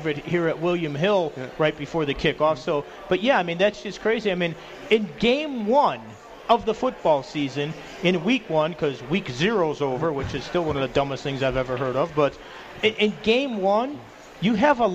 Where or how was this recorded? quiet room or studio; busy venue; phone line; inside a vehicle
busy venue